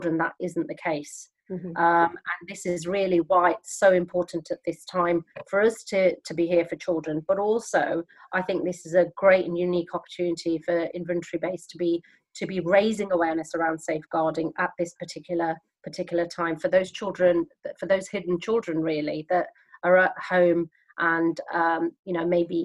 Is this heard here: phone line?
no